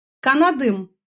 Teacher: Но здесь обратите, пожалуйста, внимание, в слове «канат» конечная буковка «т» заменяется на «д» по гармонии согласных. То есть у нас заменяется глухая пара на звонкую.